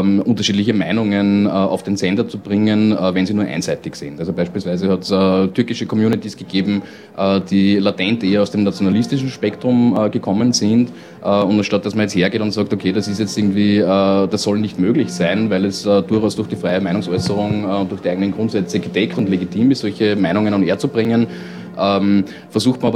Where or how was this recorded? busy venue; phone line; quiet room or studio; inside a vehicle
busy venue